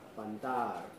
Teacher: with a long stressed second vowel and a trill at the end